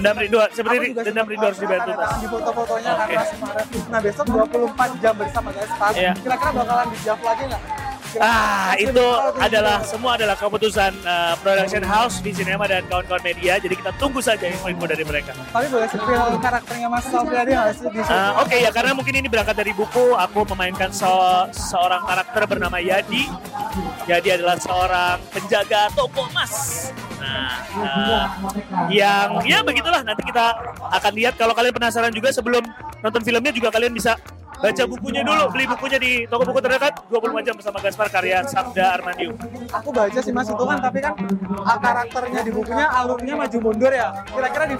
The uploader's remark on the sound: Interview From Backstage Land Of Leisure.